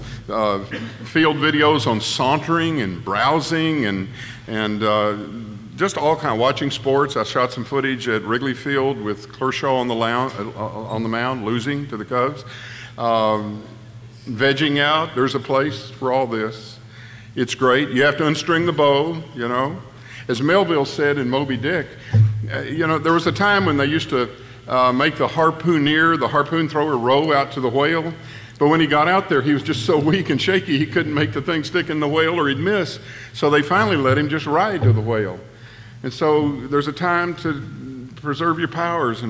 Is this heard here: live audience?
yes